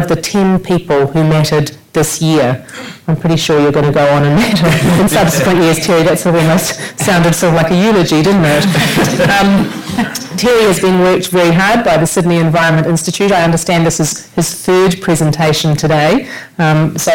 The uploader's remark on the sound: In this special Sydney Ideas public lecture. The panel and audience had a unique opportunity to hear about the state of Barrier Reef corals from one of its most internationally distinguished analysts.